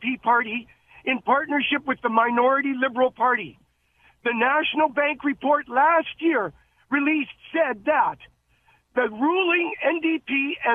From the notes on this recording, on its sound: opens up the phone lines to take your calls